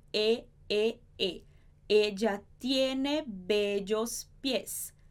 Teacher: Então, esse E vai ser sempre fechado.